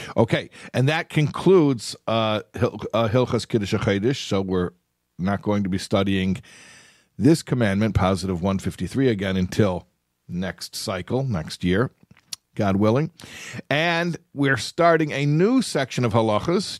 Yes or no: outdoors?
no